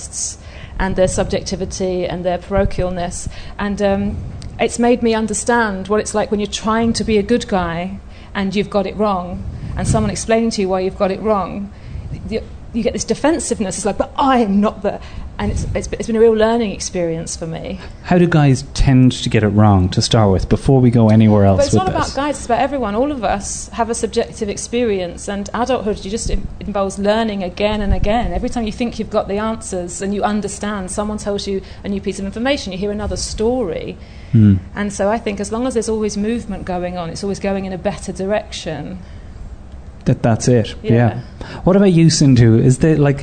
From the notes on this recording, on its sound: live in front of a packed Soho Theatre